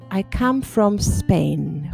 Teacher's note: juntando from and Spain, para no meter la E entre medias